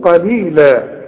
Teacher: هنقول ومن كفر، شوف ومن كاف كفر، ومن كفر فأمتعه إذا وقفت، وإذا وصلت هنديها حركتين لأنك أنت عارف الواو أهي، فأمتعه قليلا قليلا. القاف مفتوحة فمفخمة، وعند الوقف تجيها ألف كاملة قليلا، إنما عند الوصل إخفاء، إخفاء بغنة قليلا.